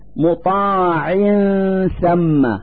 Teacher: نلفظ النون الساكنة من كلمة مطاع من مخرج الثاء من كلمة ثم، فنقول مطاع ثم مع إظهار الغنة التي تدل على وجود نون ساكنة.